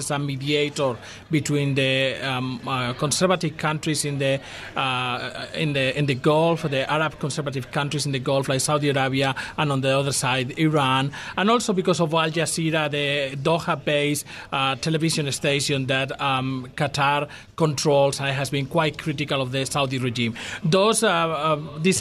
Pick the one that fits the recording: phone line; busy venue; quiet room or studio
busy venue